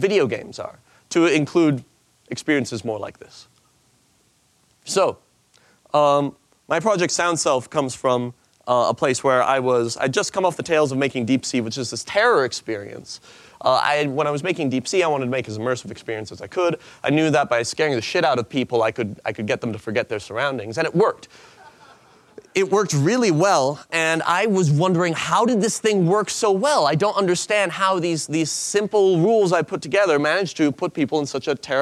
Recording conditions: live audience